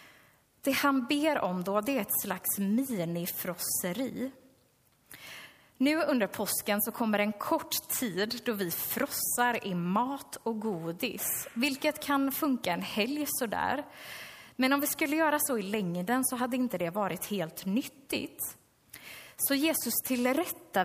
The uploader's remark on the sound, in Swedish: Inspelad under gudstjänst i Löfstadkyrkan i Tranås 2023-04-06. Vi beklagar att hela inspelningen inte kom med.